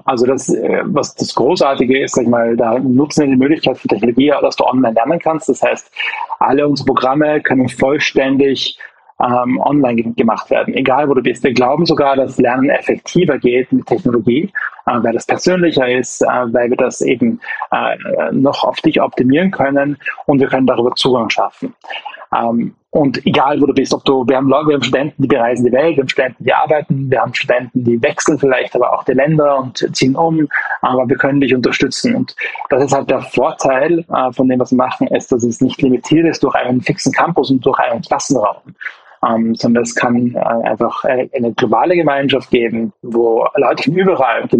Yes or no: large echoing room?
no